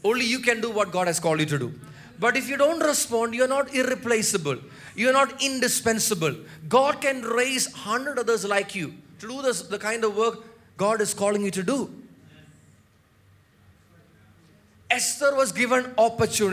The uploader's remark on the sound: preached at Sunday Service on 7 January 2024 at Revelation Church